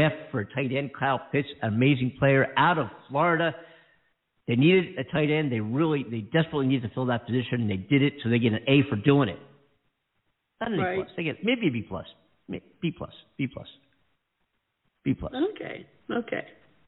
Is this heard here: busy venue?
no